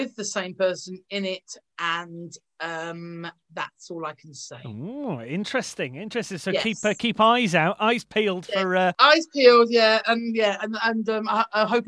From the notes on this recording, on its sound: thanks to the power of zoom